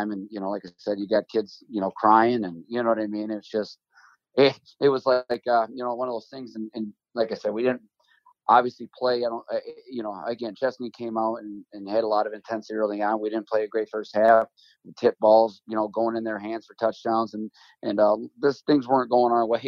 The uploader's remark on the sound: spoke to me over the phone